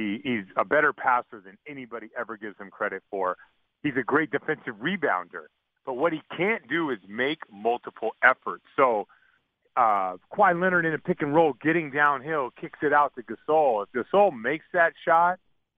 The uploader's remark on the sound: called in to the Ben and Skin show